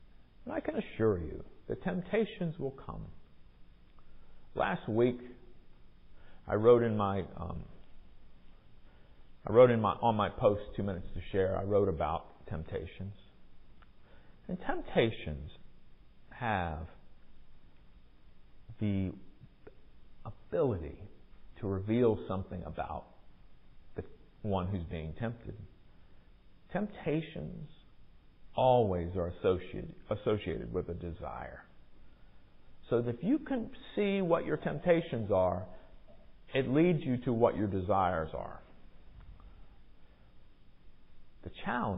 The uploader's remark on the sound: Recorded during worship on Sunday, February 26, 2023